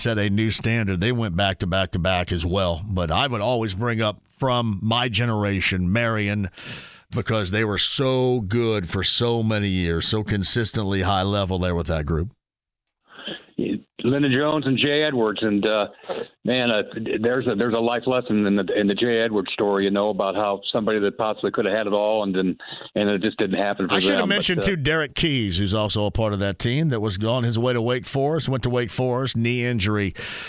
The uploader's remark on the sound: Opens the phone lines up and takes some calls from listeners.